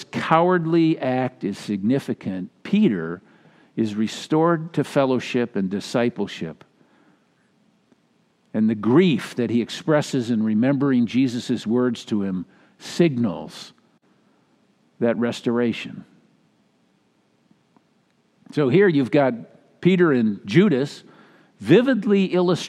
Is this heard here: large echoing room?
yes